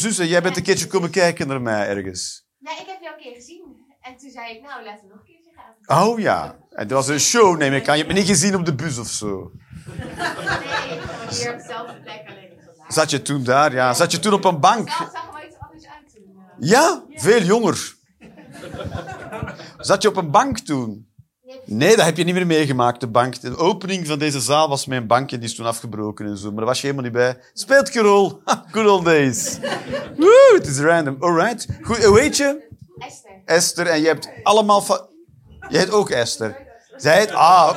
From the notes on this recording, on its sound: Live 11 November 2023, Club Haug, Rotterdam